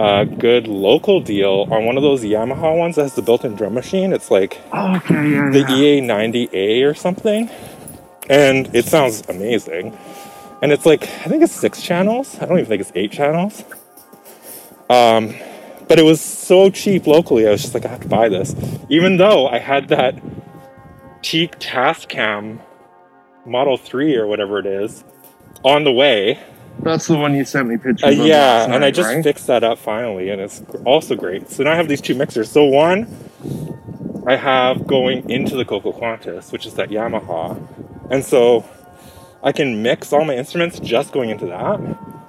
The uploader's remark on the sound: Walk & Talk. We met up for a socially distant walk.